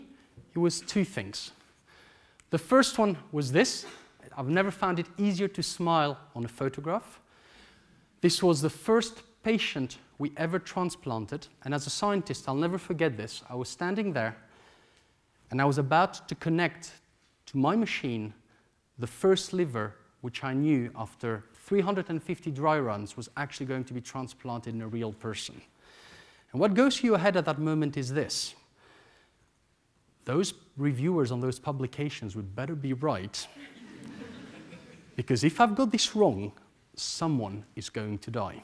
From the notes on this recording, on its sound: This lecture took place at the Saïd Business School, University of Oxford on October 14th, 2014